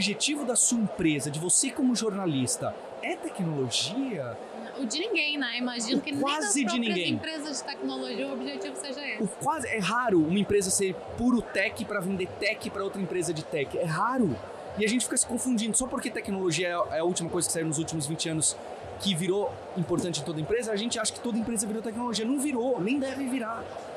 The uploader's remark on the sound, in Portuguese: Esse foi o assunto de mais uma edição especial do Mídia Market Podcast no Startup Summit. No Startup Summit 2023.